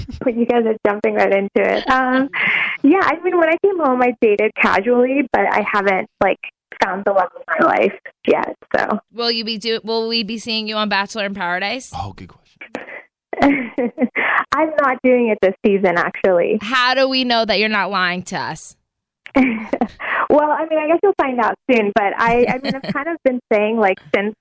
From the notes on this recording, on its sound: call in to share some great news!